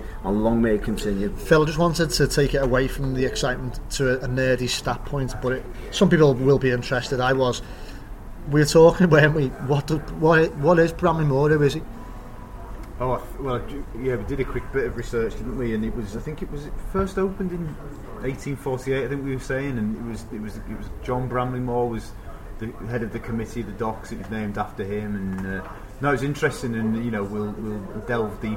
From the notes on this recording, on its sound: We head back to the Bramley Moore pub.